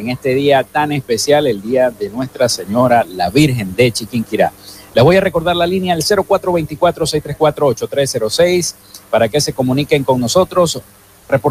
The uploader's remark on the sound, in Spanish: en vivo y directo desde el hotel Tubisay del lago en el marco de la ExpoZulia 2022